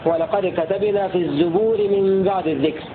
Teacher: قرأ حمزة بضم الزاي في لفظ الزبور في سورة الأنبياء